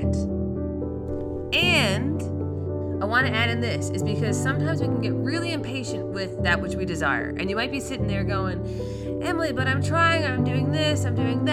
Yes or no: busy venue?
no